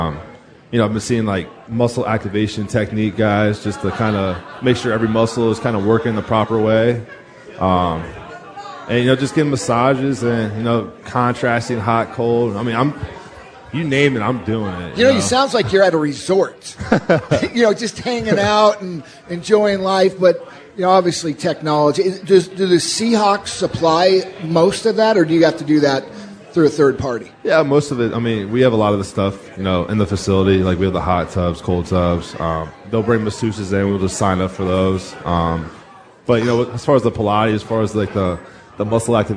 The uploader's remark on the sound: Live at Pearl Seafood and Oyster bar